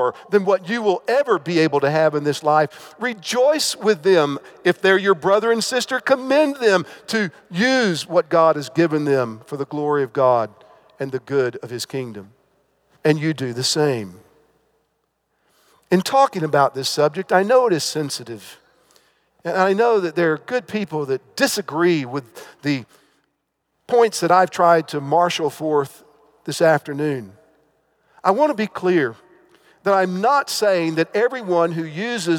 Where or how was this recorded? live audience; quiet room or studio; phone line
live audience